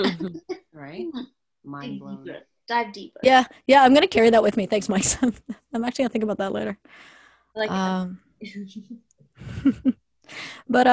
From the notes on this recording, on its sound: This episode we are on another zoom session